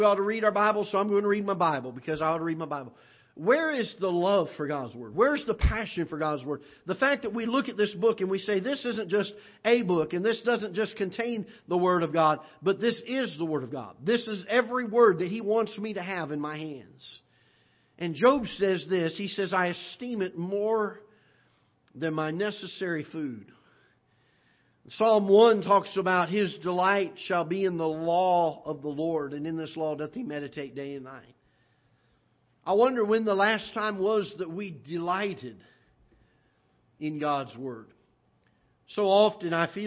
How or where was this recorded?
large echoing room